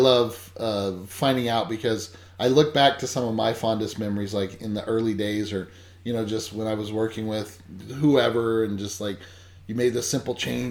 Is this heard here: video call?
no